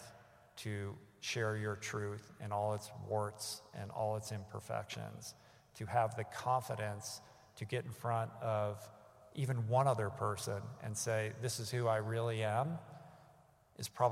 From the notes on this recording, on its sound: recorded live in front of an audience